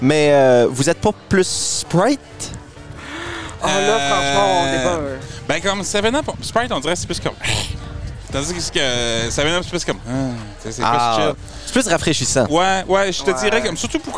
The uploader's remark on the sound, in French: enregistré au Dolma Rooftop à Moncton